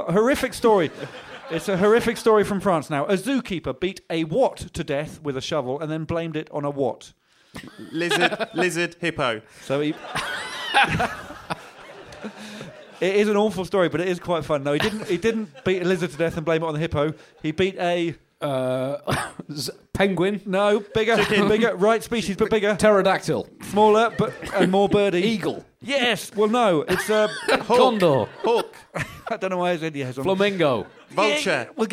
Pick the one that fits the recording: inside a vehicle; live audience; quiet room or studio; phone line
live audience